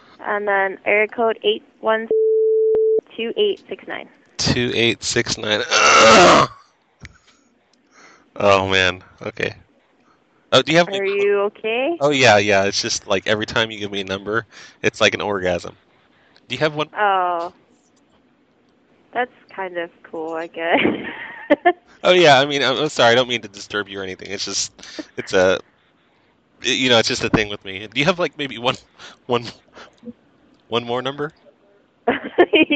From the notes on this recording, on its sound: Prank Phone Calls